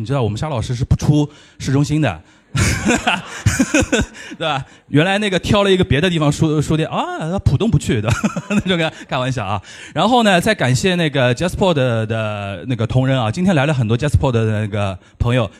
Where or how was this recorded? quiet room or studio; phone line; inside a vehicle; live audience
live audience